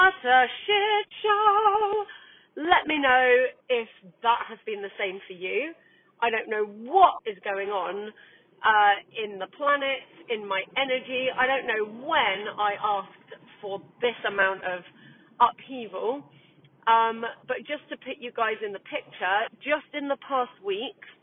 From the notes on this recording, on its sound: Please excuse the dodgy sound quality.